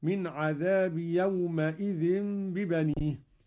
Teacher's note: قرأ قالون بفتح الميم هكذا: من عذاب يومئذ ببنيه، على أنها حركة بناء لإضافته إلى غير متمكن.